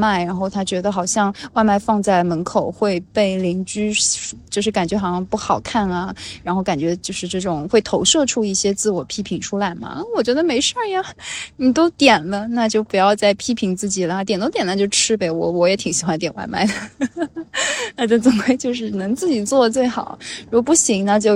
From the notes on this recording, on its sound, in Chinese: 又坐在神社的树下录了这起播客。录音的时候人们来来去去，说话的声音，水流声，树叶的沙沙声，摇铃铛的声音。